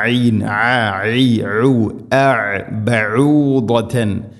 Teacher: ഐനിൻ്റെ ഉച്ചാരണം തൊണ്ടയുടെ മധ്യഭാഗമാണ്, ശ്രദ്ധിക്കണം.